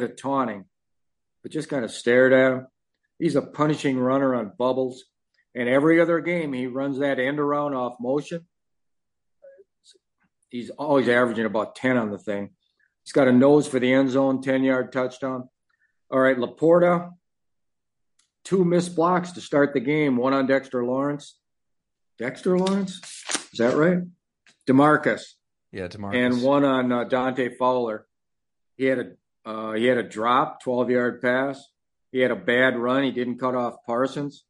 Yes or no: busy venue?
no